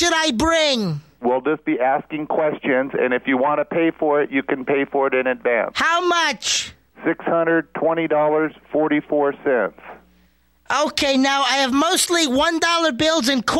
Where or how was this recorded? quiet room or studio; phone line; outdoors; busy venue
phone line